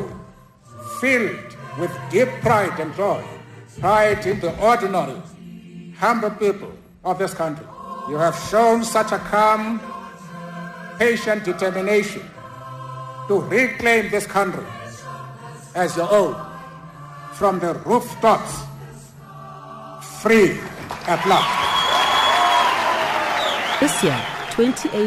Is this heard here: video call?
no